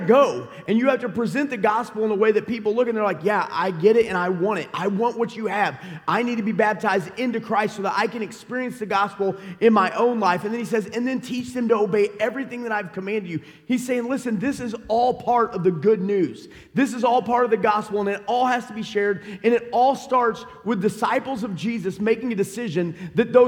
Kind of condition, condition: setting, large echoing room